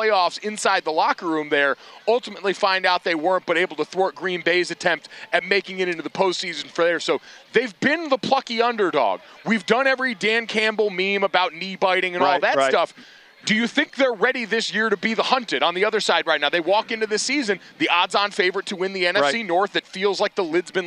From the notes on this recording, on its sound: LIVE FROM KANSAS CITY: Arrowhead smells good. LIVE from Arrowhead Stadium in Kansas City.